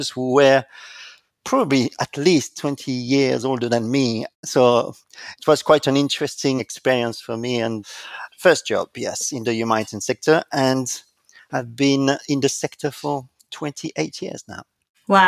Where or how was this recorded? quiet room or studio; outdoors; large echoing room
quiet room or studio